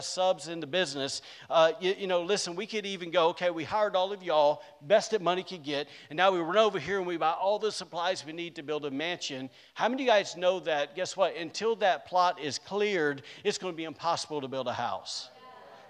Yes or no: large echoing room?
yes